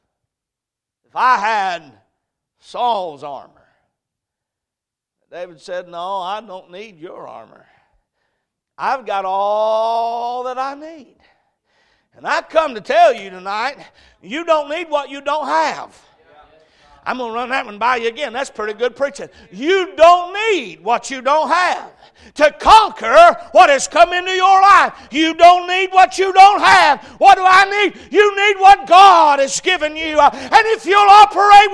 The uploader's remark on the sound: A message preached at Crossroads Baptist Church